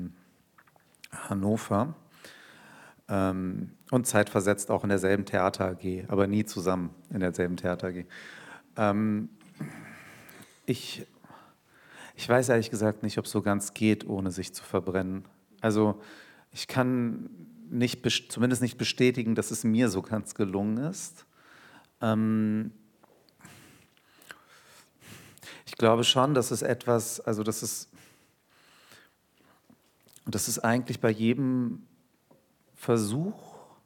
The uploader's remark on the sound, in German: Live im Haus des Rundfunks. Live-Lesung.